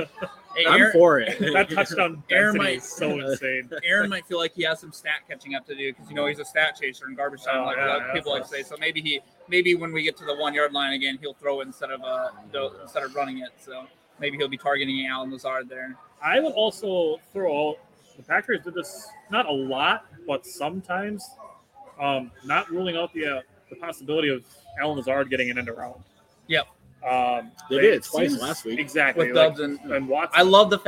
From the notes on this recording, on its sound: LIVE SHOW! We are back on a Sunday Gameday special at Gameday Sports Bar in Appleton.